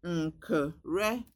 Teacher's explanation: The voiced alveolar nasal before velar consonant